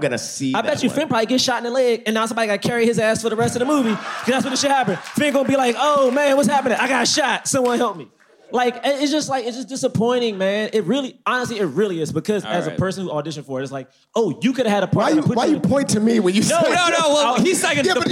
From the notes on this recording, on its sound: LIVE from London Podcast Festival